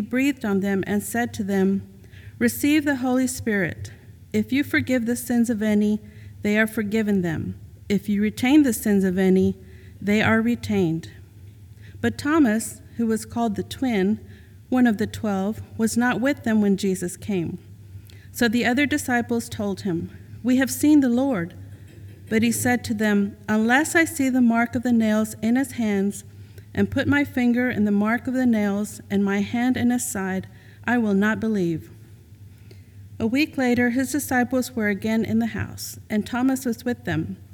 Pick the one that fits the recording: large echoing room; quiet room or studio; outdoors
large echoing room